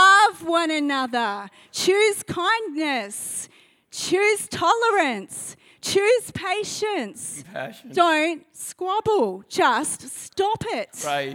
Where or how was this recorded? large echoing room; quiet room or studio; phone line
large echoing room